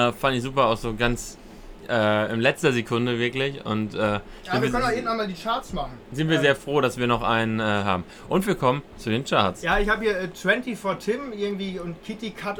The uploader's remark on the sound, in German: Live aus dem Aquarium im Artlandstadion